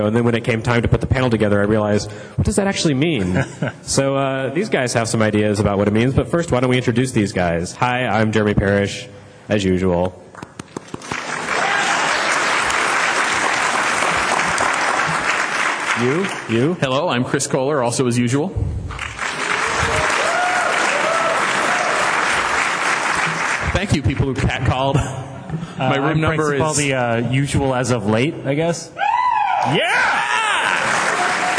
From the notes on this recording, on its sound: Retronauts Live: Retronauts Live 4. PAX East 2011.